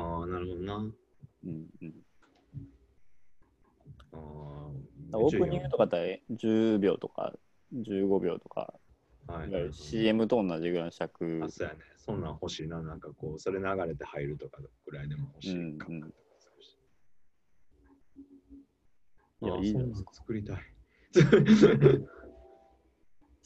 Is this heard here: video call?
yes